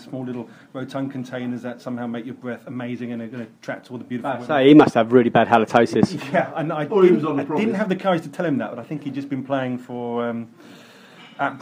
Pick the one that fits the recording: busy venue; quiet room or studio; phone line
busy venue